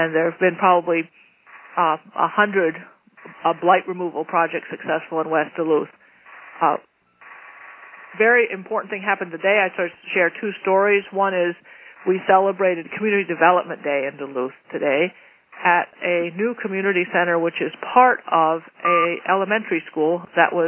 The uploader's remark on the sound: Call recorded on April 12, 2012.